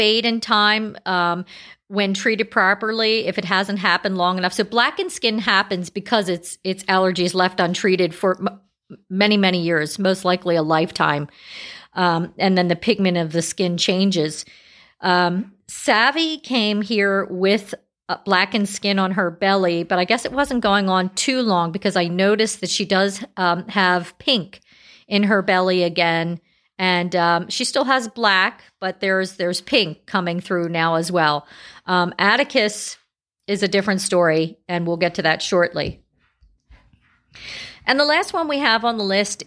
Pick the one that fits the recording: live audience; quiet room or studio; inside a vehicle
quiet room or studio